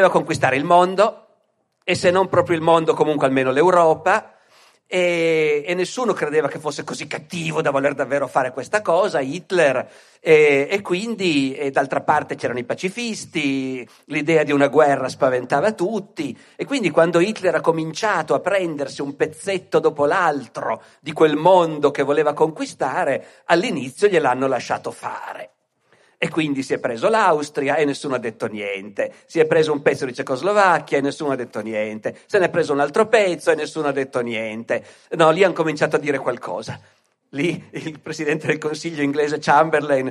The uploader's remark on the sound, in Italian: Altri Mondi/Altri Modi (Askatasuna), Torino 2023. Ospite del festival culturale Altri Mondi/Altri Modi organizzato dal Centro Sociale Askatasuna di Torino.